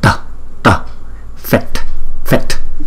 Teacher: À, chữ u có dấu gạch ngang chúng ta phải đọc hai nhịp hum fet. Chữ t có dấu nặng chúng ta phải đọc cái hơi từ trong vòm họng chúng ta đọc ra